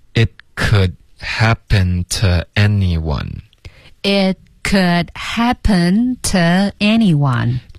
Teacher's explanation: 它们结尾的 t 和的都省略，都要有干脆的停顿